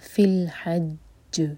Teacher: یہاں پر جب رکیں گے تو جیم پر اسٹرانگ قلقلہ ہوگا، اس کا شدہ ظاہر کرنا ہوگا